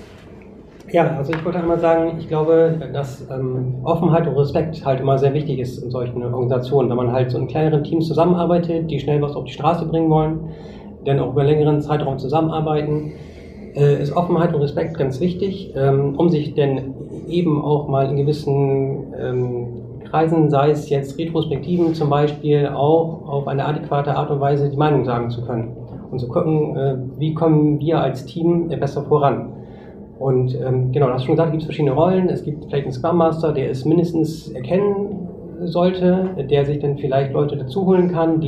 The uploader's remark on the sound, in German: Eindrücke vom ersten Bremer PM Camp. Danach ging es in 45-minütige parallel stattfindende Sessions, bei denen jeder selber über seine Tagesgestaltung entscheiden konnte. Führt Gespräche mit den Besuchern des ersten PM Camps in Bremen und zeichnet eine Live-Diskussion für diese Episode auf.